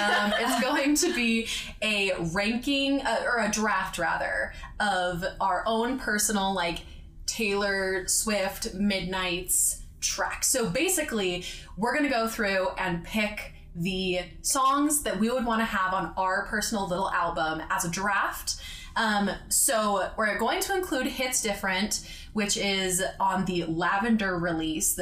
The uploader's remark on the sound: Note our recording setup was different than usual, so the episode will sound more echo-y and loud than we would like. Especially watch out for our first three or four draft picks, because we get especially loud then.